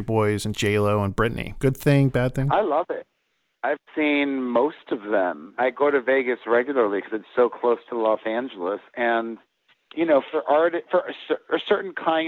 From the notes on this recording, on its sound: Called into the Rock Line last Season.